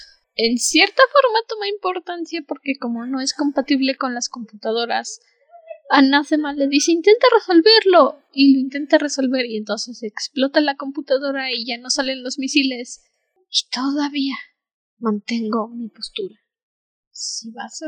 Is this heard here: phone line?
no